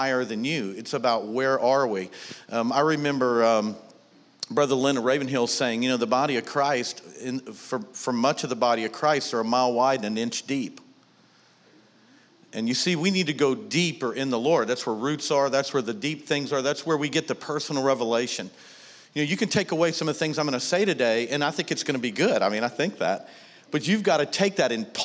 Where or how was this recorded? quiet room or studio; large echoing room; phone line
large echoing room